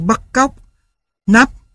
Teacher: Lúc bắt đầu độ cao của thanh sắc gần ngang với thanh không dấu, nhưng thanh sắc không đi ngang mà đi lên. Ở những âm tiết, có những âm cuối là p, t, k như bắt cóc, nắp, thì thanh sắc vút cao ngay, gây ấn tượng ngắn